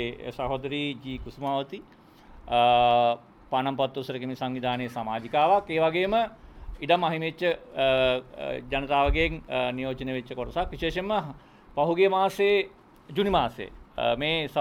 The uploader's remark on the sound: Media Conference, Unedited. Colombo.